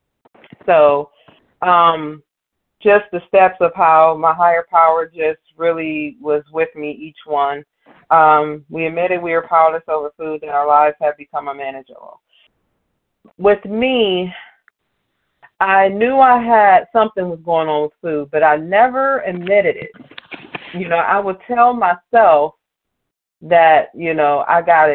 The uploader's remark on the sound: Qualification from the 100 Pounders Phone Meeting.